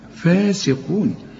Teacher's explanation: القاف ثالث درجة في درجات التفخيم، إنما السين مرققة قوي